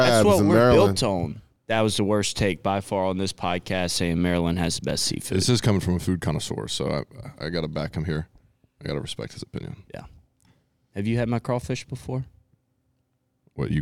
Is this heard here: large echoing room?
no